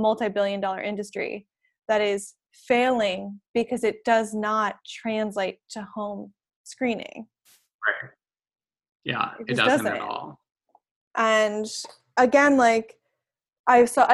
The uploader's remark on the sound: hopped on a zoom